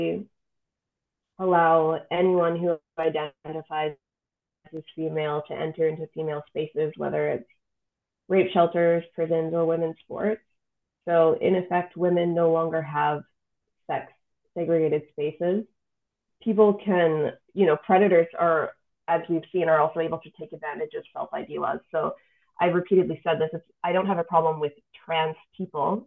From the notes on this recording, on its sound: Apologies in advance for the sound quality.